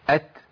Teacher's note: ما ينفعش تطلع تاء بدون همس